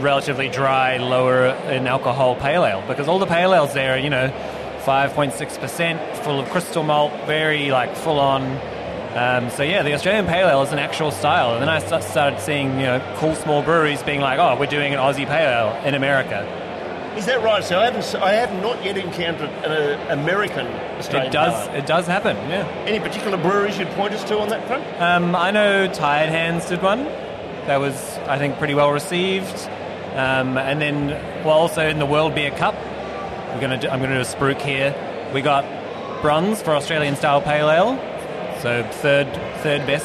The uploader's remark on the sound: interviews from the Williamstown Beer and Cider Festival